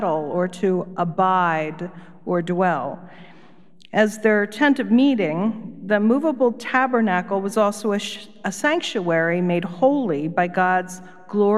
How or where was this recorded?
large echoing room